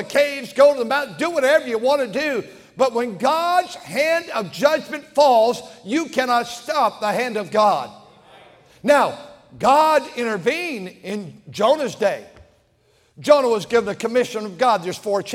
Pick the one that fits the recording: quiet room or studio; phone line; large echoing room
large echoing room